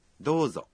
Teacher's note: A vogal O, na sílaba DO, tem um som prolongado. Portanto, a pronúncia da sílaba DO é longa.